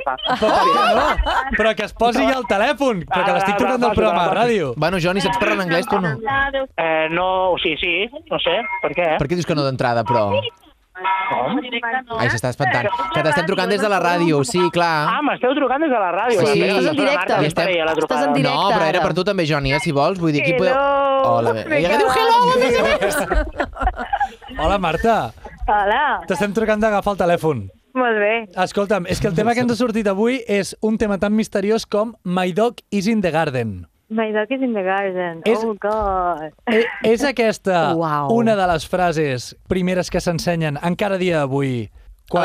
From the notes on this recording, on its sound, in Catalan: fem una connexió en directe amb el metro de London